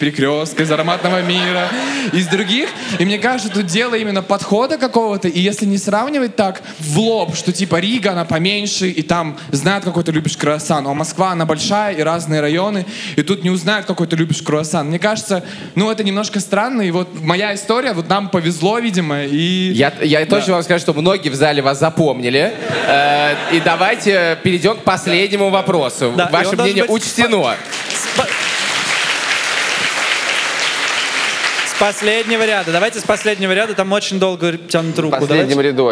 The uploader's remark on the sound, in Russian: Выпуск, записанный на сцене